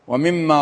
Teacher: ومما هنا حرف غنة مشدد مقداره حركتين